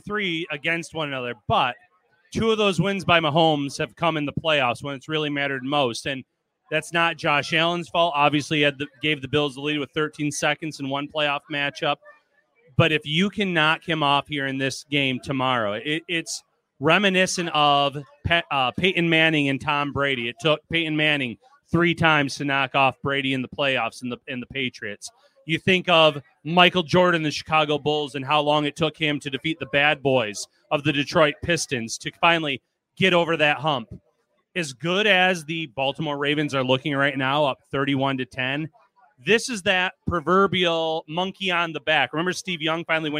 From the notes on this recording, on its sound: live from Wingnutz Bar & Grill in Amherst.